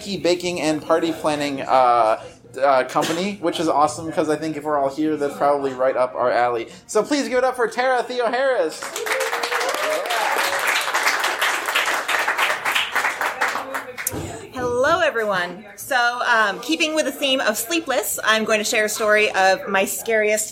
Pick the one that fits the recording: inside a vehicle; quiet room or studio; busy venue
busy venue